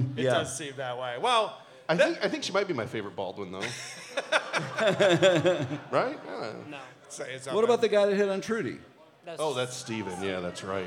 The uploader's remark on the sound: Live in Detroit II. We were back in Detroit last night with a live show at the Magic Bag.